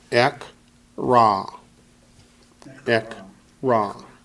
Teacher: Not ek-ra-ah, because the last aleph is silent. Doesn't have any vowel. It simply is a silent letter.